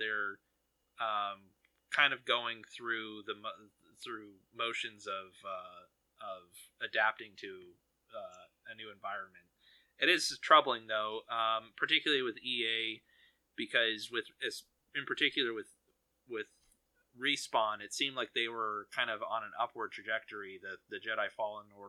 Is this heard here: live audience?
no